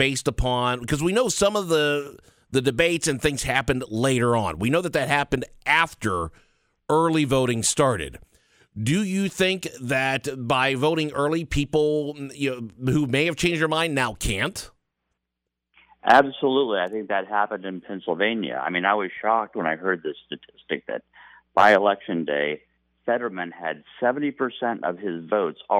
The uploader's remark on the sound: SATURDAY MORNING OPEN PHONES